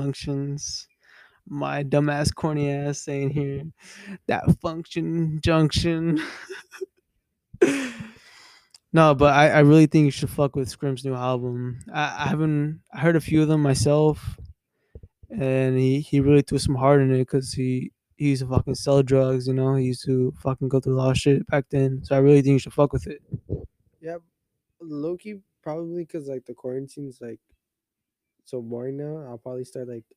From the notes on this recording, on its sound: Mic is still bad.